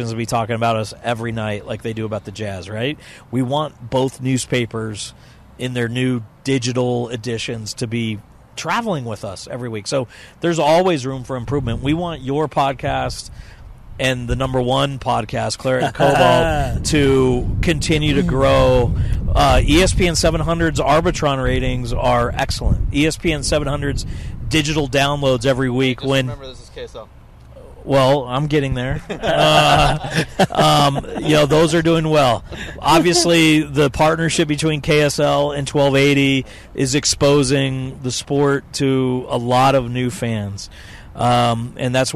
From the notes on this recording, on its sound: live at Rio Tinto stadium